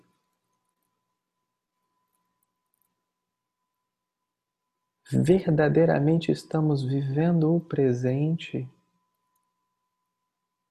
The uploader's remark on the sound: Online via Zoom